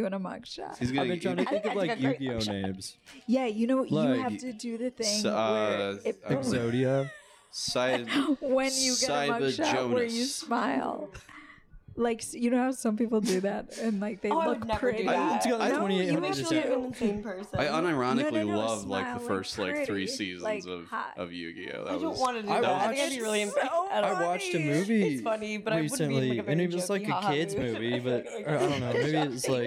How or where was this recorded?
busy venue